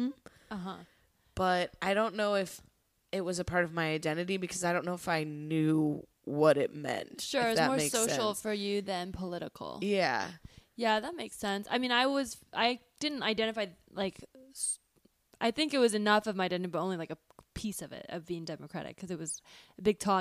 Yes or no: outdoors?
no